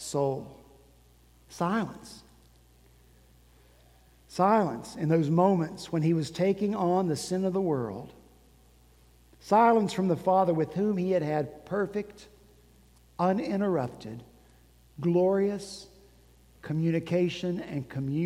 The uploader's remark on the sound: At Redeemer Presbyterian Church in Charleston, SC, our senior pastor wrapped up his sermon series.